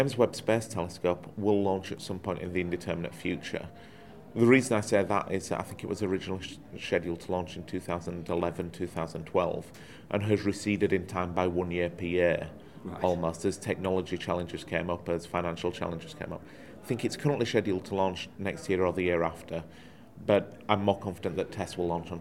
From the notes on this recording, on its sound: We caught up at the Australian Space Research Conference